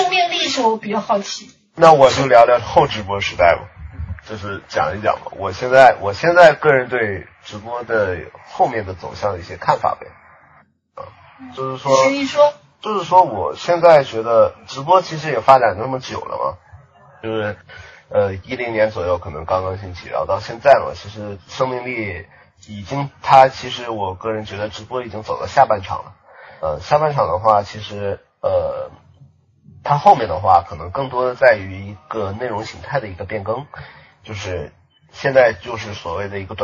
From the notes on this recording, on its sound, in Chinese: 这期音质很差，请注意了。